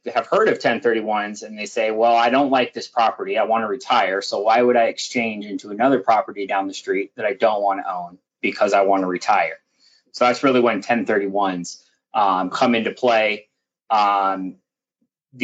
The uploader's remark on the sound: Recording of my August 10, 2021 Live Webinar